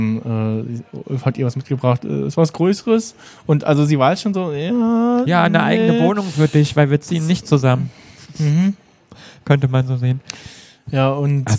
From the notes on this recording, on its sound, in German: Live aus der c-base vom Day of the Podcast. Bei diese Folge nicht nur im selben Raum, sondern es gibt auch in dieser Episode nochmal eine Art Live Kommentar während wir die Folge schauen.